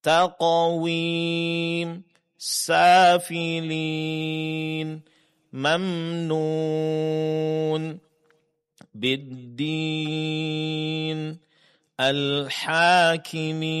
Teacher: Semuanya adalah mat yang dipanjangkan empat harakat.